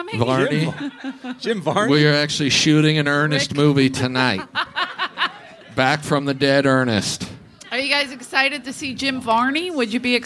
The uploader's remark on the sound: LIVE FROM THE COMEDY STORE